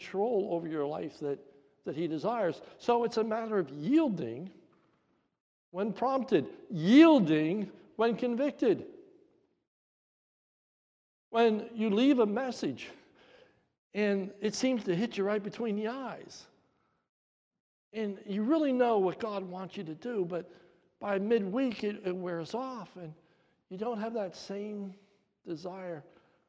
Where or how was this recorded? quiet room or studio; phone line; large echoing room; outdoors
large echoing room